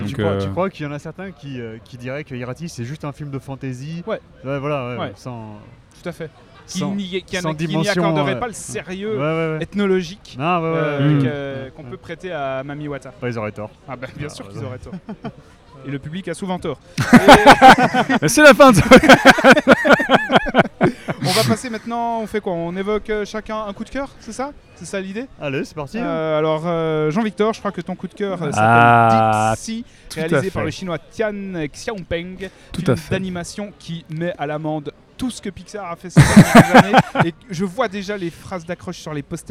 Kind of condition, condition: setting, busy venue